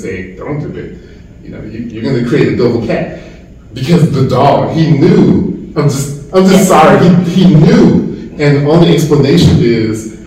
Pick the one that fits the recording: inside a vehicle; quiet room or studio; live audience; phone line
live audience